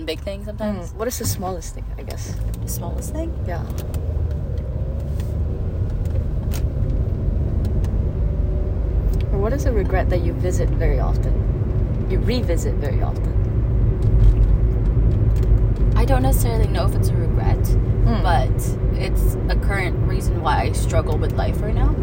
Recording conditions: background noise